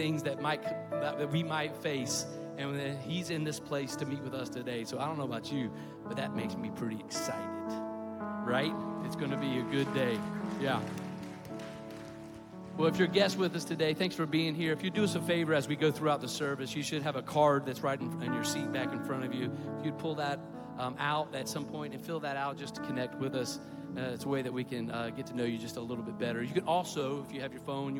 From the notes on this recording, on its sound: Sunday Worship. Recorded live at Stevens Creek Church.